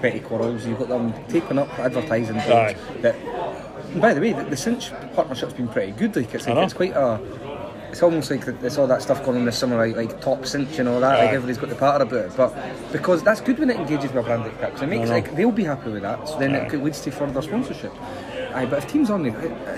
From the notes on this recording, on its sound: Record a live show in Edinburgh.